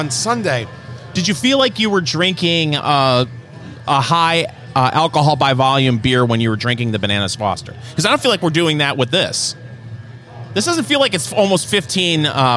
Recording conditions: busy venue